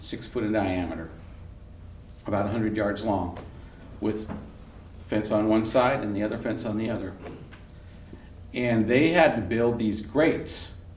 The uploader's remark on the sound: Live on stage at the Columbia Center for the Arts in Hood River for live storytelling with Portland Story Theater.